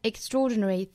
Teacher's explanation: extraordinary 这个单词重读是在 draw 这个位置